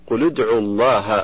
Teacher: فمثال اللام قوله تعالى قل ادعوا الله، قل ادعوا الله في سورة الإسراء، فاللام من قل ساكنة التقت بالدال من ادعو وهي ساكنة أيضا، فحركت اللام بالكسر للتخلص من التقاء الساكنين